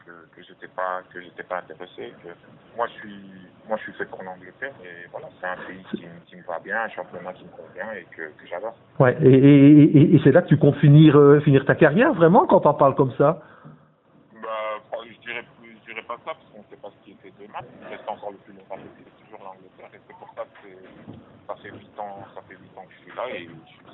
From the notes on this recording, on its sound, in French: Attention, la qualité de la liaison n'était pas la plus optimale. Toutes nos excuses pour la qualité du son.